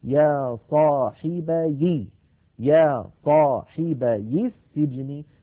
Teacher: فنحرك الساكن الأول بالكسر